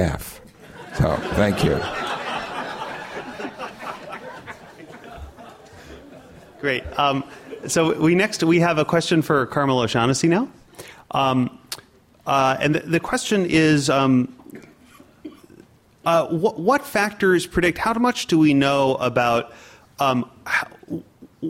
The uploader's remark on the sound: In this program, the speakers field questions from the audience and the seminar is concluded.